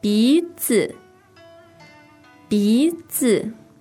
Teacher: So that's a second tone. And neutral.